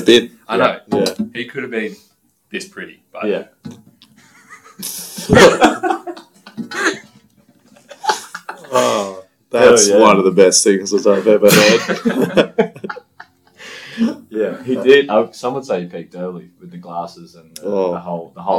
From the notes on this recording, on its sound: Yep the sound issues are back.